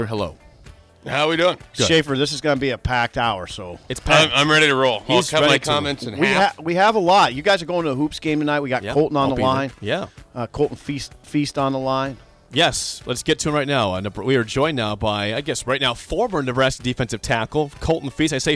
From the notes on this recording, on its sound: calls in for the first 8 minutes